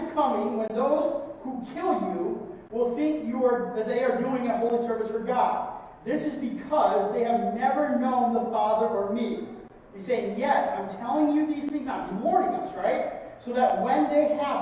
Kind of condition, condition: fault, poor sound quality